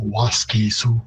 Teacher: it would be a longer vowel in Cree, even though the stress is on the first syllable.